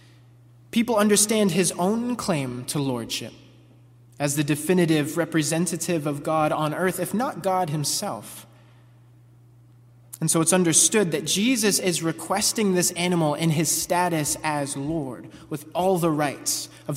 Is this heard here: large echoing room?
yes